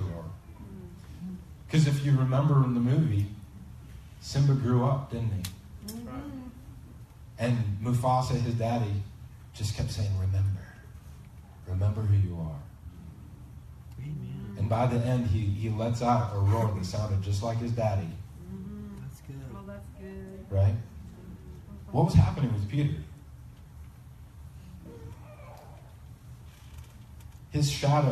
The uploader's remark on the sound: Please excuse the poor quality of this recording. We had some technical difficulties this Sunday.